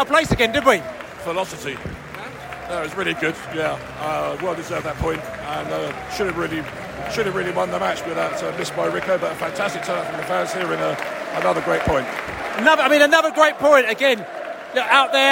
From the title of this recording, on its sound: post-match podcast from the stands